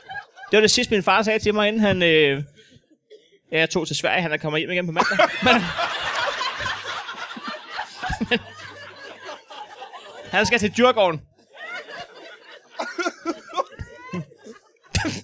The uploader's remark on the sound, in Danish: LIVE fra Odsherred